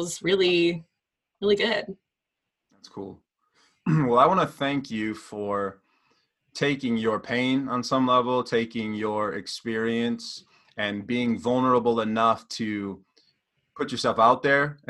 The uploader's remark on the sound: sit down (via Zoom)